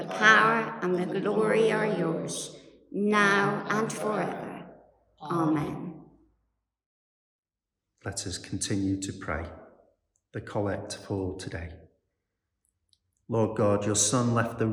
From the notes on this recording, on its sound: a Service for the Eighth Sunday After Trinity from St Barnabas, Knowle West